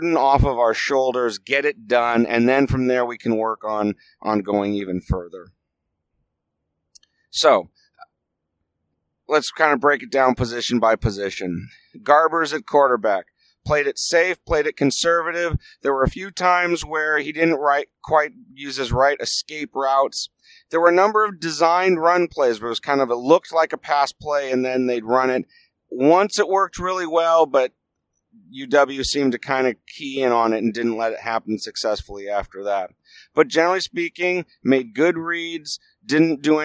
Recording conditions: inside a vehicle